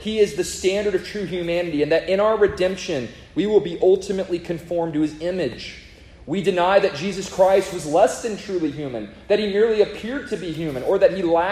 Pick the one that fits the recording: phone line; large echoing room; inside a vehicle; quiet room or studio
large echoing room